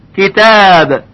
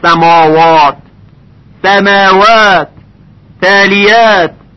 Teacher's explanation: و اگر بعد از حروف مرققه، یعنی بقیه حروف الف با که به غیر از حروف استعلا هستند، الف قرار بگیره، صدای الف ترقیق میشه، یعنی ظریف ادا میشه